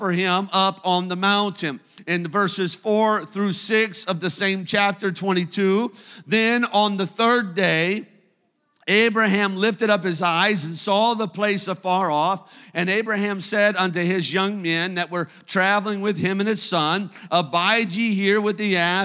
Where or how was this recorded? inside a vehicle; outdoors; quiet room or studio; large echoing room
large echoing room